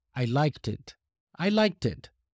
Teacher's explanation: They don't usually pronounce the K sound, but they would make the T sound, and basically to make it differently from the present simple, like.